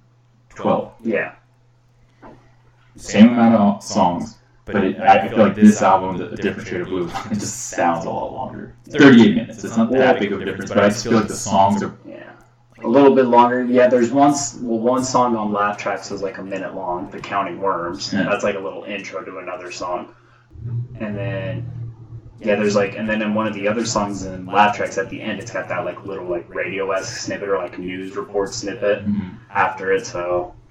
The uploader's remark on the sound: Sorry for the echo